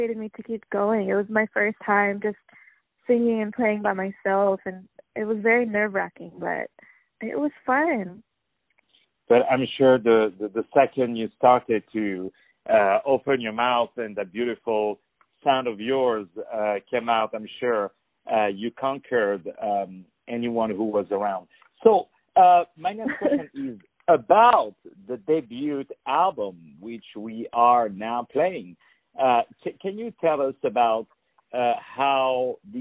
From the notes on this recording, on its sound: On the phone